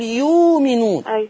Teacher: يبقى اذا الهمزه ساكنه انا هبدلها طب اللي قبلها مضموم يناسب الضم ايه الواو · Term: ابدال